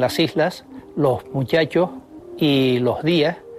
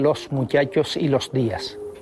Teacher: En primer lugar, aspiran los canarios la S que aparece a final de sílaba. · Shown in: first take · Así se dicen las islas, los muchachos y los días, en lugar de los muchachos y los días. · Term: aspiración